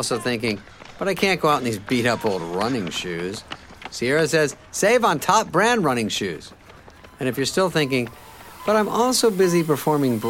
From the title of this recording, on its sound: Frosty footsteps on a bright and sunny midwinter morning